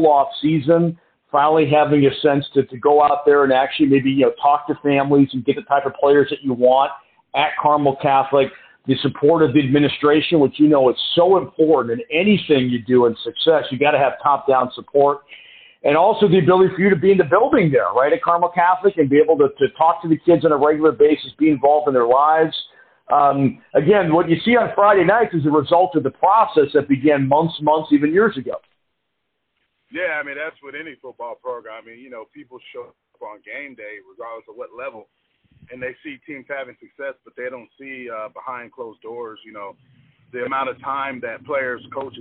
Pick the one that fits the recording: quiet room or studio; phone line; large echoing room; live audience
phone line